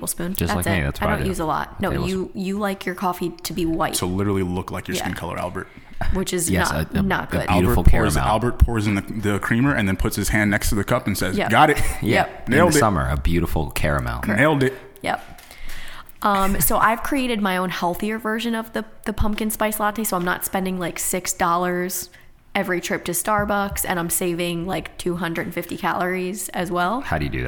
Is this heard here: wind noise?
no